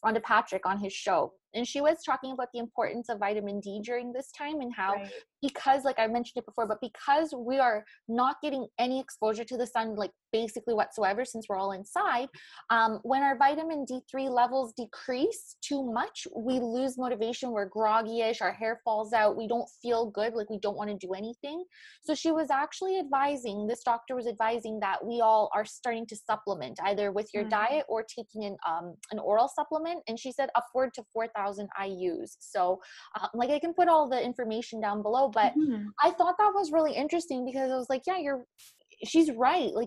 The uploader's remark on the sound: This season is recorded online during quarantine as we are practicing social distancing.